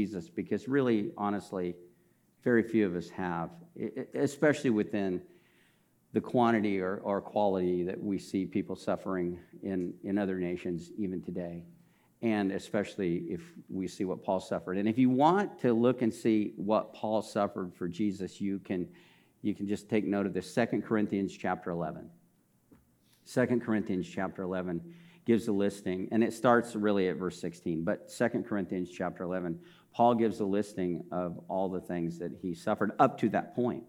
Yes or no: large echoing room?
yes